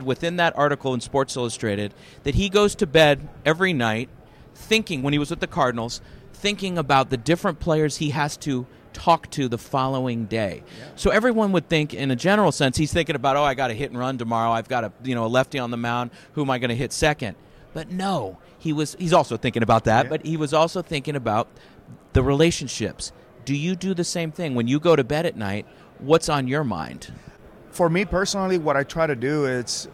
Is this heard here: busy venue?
yes